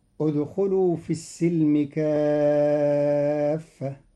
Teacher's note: قرأ قالون كلمة السلم بفتح السين، والفتح والكسر بمعنى واحد وهو الصلح، وقيل بالكسر السلام وبالفتح الصلح.